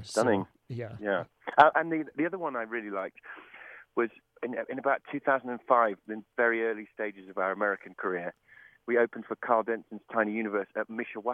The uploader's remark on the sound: Call in for an interview.